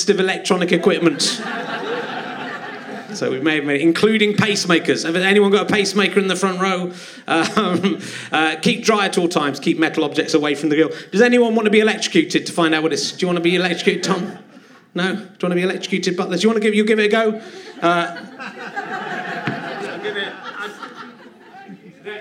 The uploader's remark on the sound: There aren't many flies around, but a game member of the audience agrees to be zapped.